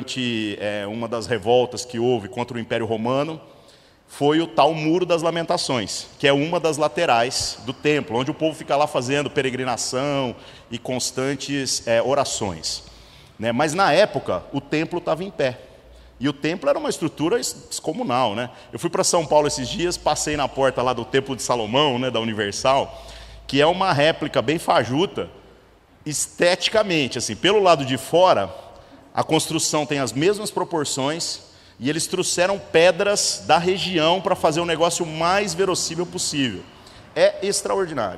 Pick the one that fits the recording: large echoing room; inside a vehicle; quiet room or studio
large echoing room